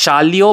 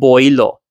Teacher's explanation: The ya moves inside the word in Kathiawadi Gujarati. · Shown in: second take